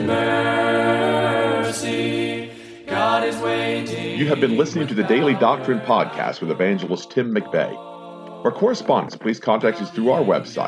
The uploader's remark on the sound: in revival service at Calvary Baptist Church of Kingston, Tennessee.